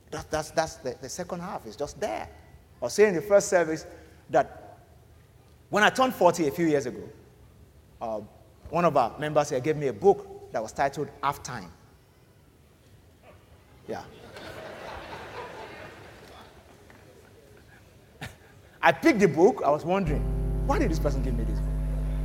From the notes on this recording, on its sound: The church is based in Nigeria with multiple expressions in Lagos. Venue: PISTIS Conference Centre, Jakande, Lekki, Lagos.